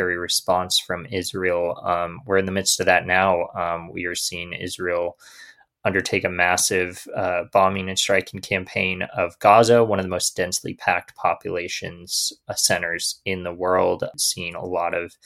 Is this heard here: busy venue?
no